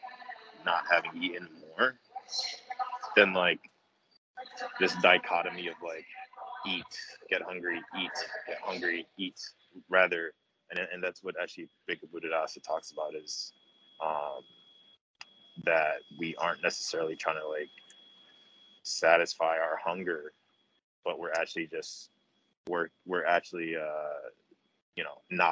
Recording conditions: video call